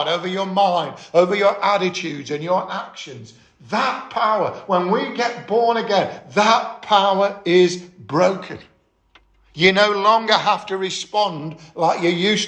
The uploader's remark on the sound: 13 February 2022 - Estuary Elim Church Rayleigh Morning Service